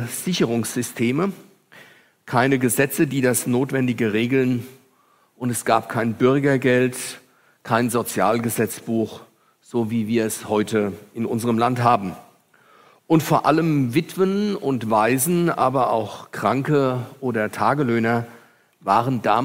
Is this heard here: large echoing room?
yes